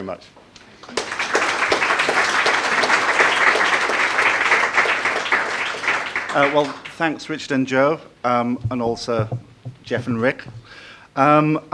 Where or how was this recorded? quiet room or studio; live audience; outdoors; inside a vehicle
live audience